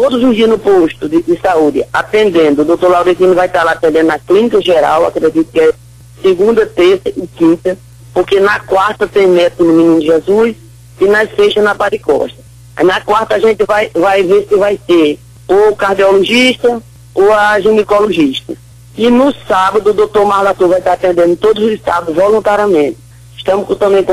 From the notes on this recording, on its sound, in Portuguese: Participa por telefone na Mais FM. Pela Rádio MAIS FM 100.1.